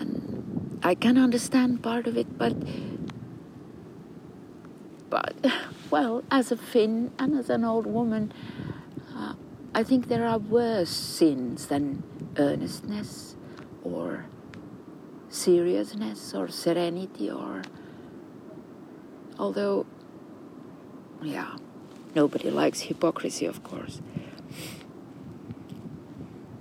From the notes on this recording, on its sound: a series of conversations recorded with a pine tree in Kaivopuisto Park in Helsinki